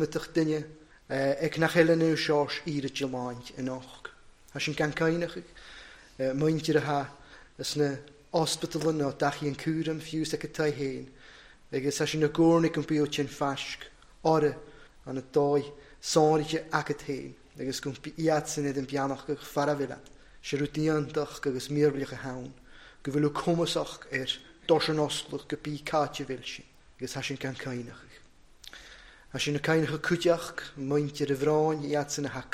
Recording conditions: large echoing room